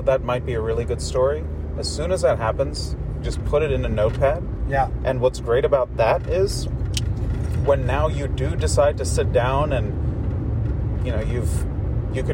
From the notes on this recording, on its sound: Our conversation, which focuses on the mundane, the magical and the minutiae, takes place in my car, driving him to RDU Airport, after he and a handful of other storytellers descended on Durham, (NC) where they absolutely crushed the GRIT stage.